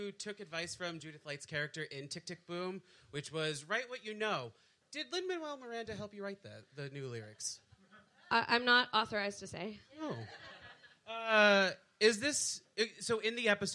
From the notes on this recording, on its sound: We did a live show. Yes, there's some visual jokes that happen.